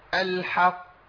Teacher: بدي زمن زياده شويه، حق، وكاني بجيب قافين، باخد زمن القافين · Term: القاف المشدده